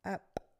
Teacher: You have to pop that P with your lips. Maybe not as strongly as I just did.